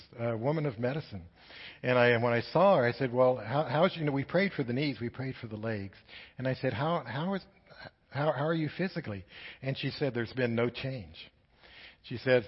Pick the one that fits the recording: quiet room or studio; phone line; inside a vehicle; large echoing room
large echoing room